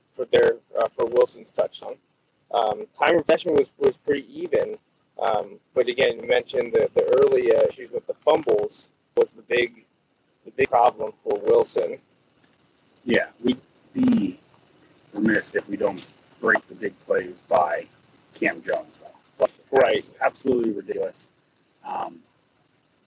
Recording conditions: drop-outs